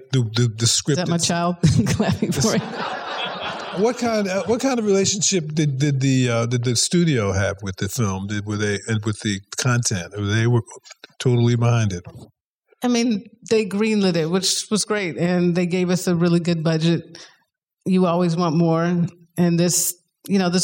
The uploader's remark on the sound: in a Q&A at the DGA theater in Los Angeles